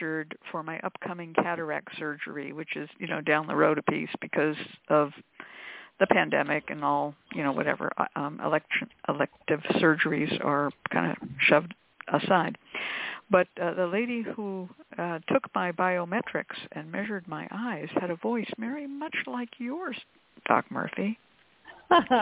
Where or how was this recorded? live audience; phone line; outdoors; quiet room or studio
phone line